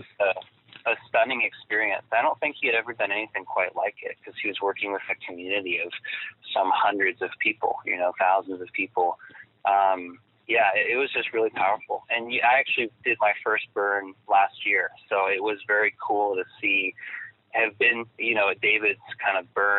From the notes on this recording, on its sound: have a quick phone chat